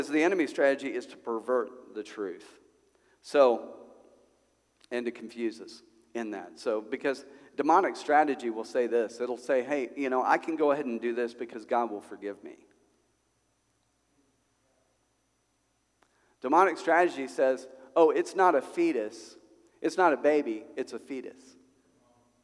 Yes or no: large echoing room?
yes